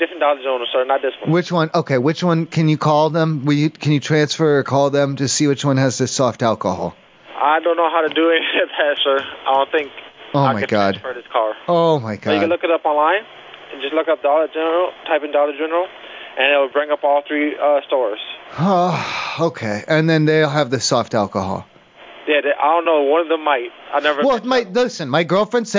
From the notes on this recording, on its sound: This show contained prank telephone calls.